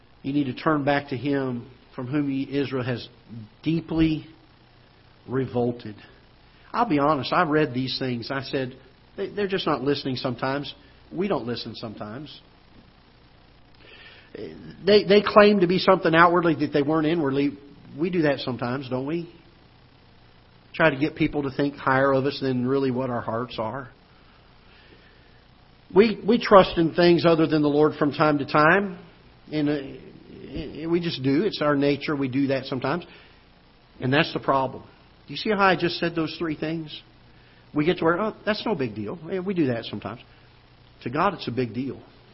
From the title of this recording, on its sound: Ketha Heights Baptist Church ~ Live Broadcast